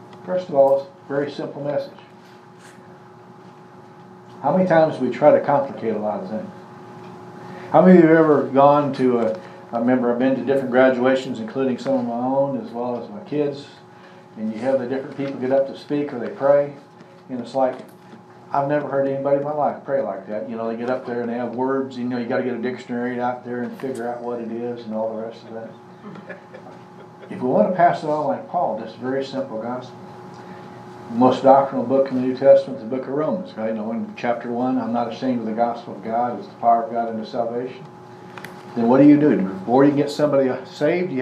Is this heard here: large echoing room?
yes